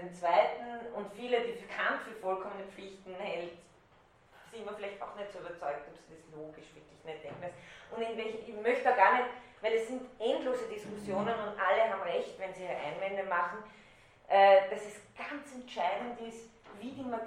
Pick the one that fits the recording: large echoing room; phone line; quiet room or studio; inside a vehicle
large echoing room